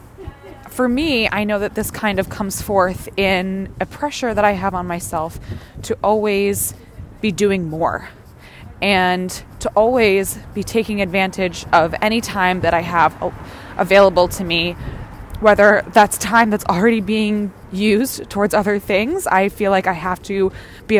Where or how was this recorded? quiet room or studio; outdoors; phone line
outdoors